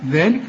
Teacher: طلع لسانك في الذال وبعدها الف، ذلك عشان تمد الف كامله.